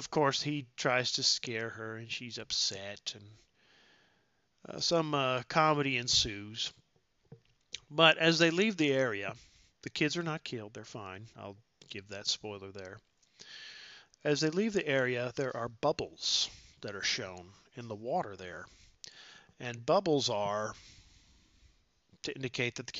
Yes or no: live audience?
no